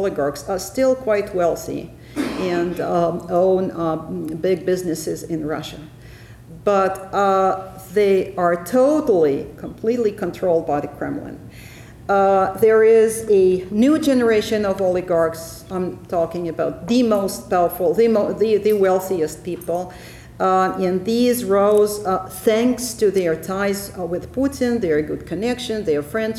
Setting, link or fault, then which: setting, large echoing room